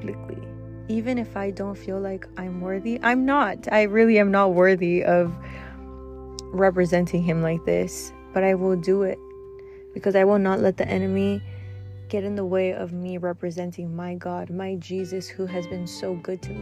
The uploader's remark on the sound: Impromptu, in the car.